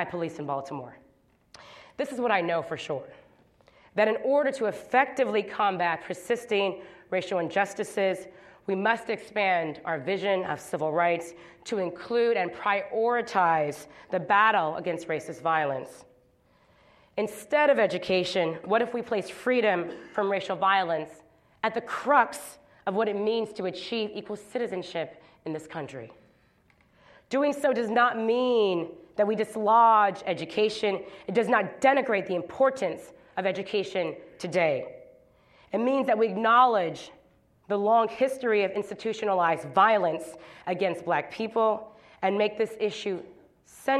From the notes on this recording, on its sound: at Kane Hall on October 12, 2016